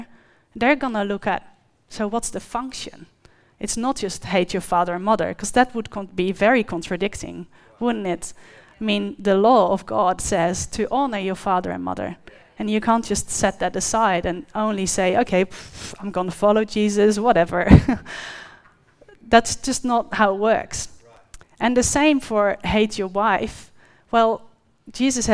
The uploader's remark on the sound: The live stream of Destiny Church Atherton.